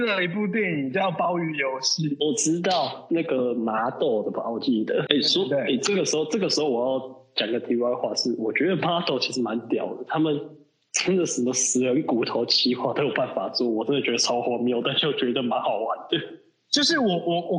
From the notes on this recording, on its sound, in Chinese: 隔離中沒辦法好好set錄音裝置 音質很差。